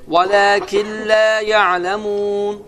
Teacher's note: Yenə də lə sözündə uzatmaq lazımdır. Çünki med təbiidir, iki hərəkə uzadılır.